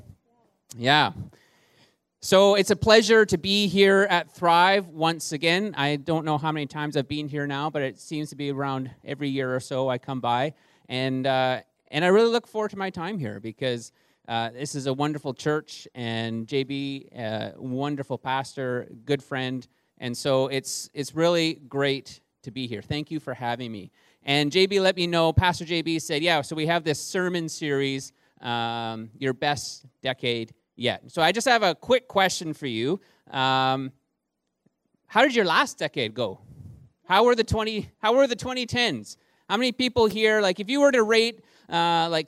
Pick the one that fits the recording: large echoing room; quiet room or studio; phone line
large echoing room